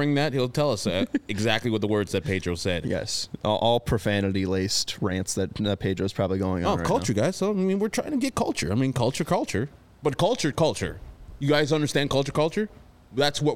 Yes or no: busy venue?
yes